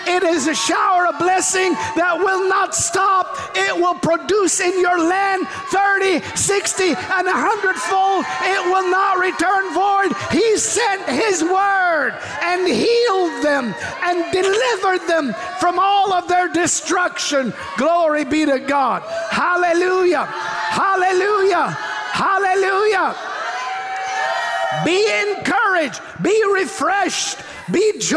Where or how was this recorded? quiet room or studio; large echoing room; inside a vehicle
large echoing room